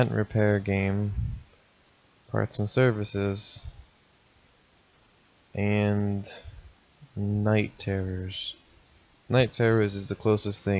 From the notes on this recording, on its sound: I'm still working on fixing the mic!